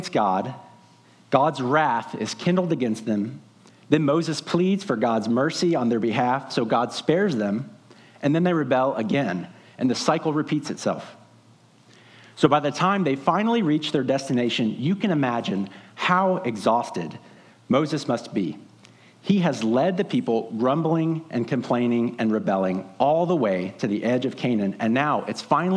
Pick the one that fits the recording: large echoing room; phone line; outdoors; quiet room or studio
large echoing room